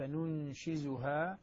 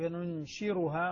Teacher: يقرأها الكوفيون وابن عامر بالزاي كما لفظها باللفظ ننشزها وبالراء غيرهم